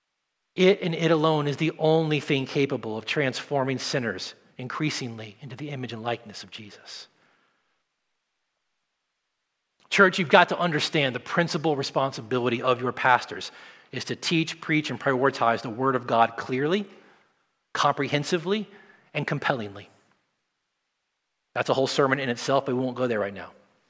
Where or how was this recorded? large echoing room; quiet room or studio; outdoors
large echoing room